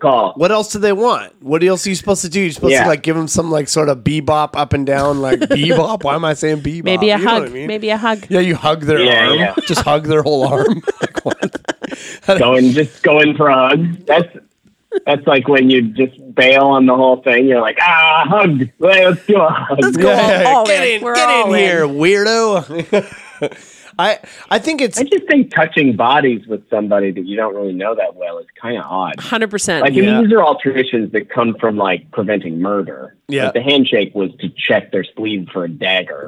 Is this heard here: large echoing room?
no